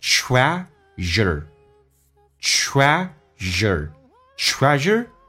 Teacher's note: 后面比较难发日，有点发像日本人的日叫日，轻轻的卷下舌头日，轻度卷舌